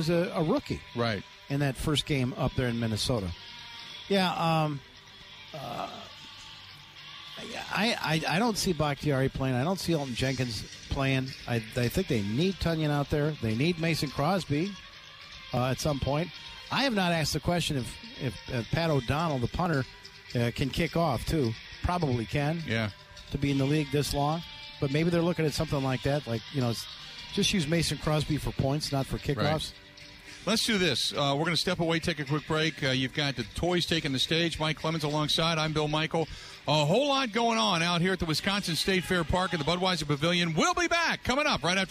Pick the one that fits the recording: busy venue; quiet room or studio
busy venue